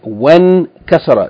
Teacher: So we just say when kasara, not wa in kasara. Yani the kasra of hamzatul wasl is not pronounced since there's something before it